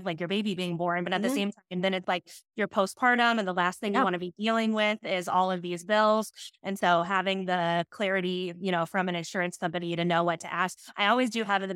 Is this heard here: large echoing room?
no